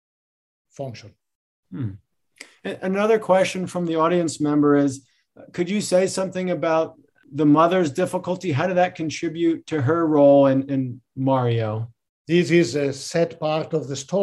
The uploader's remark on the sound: This episode features audio from one of our webinar presentations.